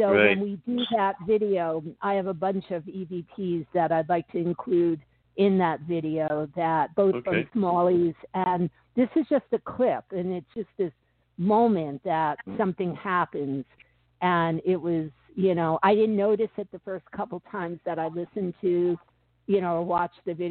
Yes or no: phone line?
yes